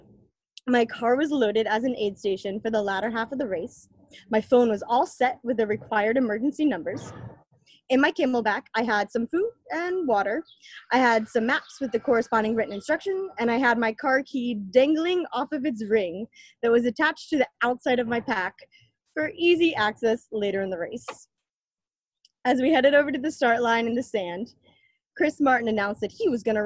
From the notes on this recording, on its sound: This episode is a recording from our first live (virtual) storyteller event.